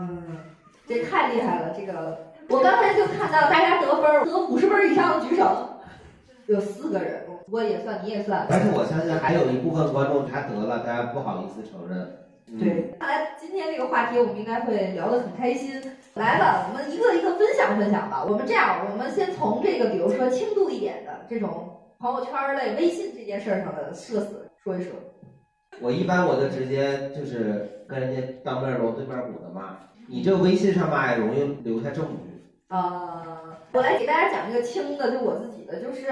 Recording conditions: poor microphone